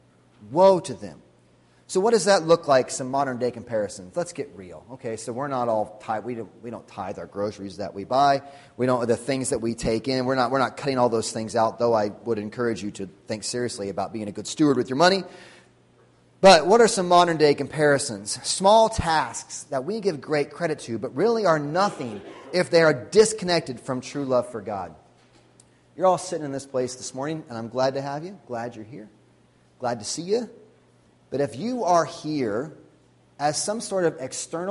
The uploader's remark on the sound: Sunday Morning Sermon Audio